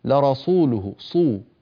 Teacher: وبعض الناس يفخم السين فيقول لرسوله صو، فالسين تتحول إلى صوت الصاد أو قريب منه